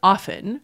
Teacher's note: The T fell out hundreds of years ago. But now some speakers are putting the T back in.